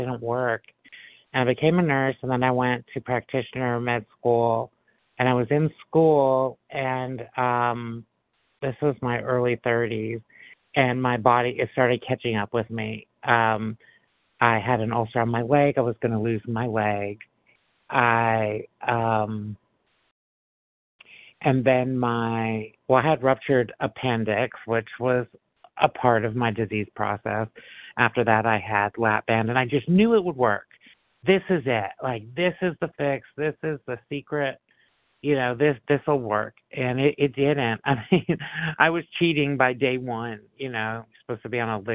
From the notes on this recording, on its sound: 100 Pounders Phone Meeting.